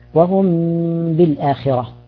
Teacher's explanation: الميم الساكنة هذه، جيد، الميم الساكنة إذا جاءت بعدها حرف الباء ماذا سنفعل فيها؟ سنخفيها، ستخفى الميم الساكنة عند الباء · Term: الإخفاء